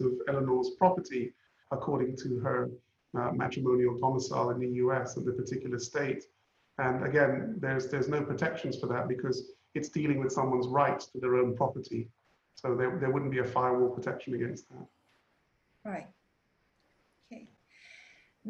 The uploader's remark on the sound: Webinar audio recording dated 20 May 2020.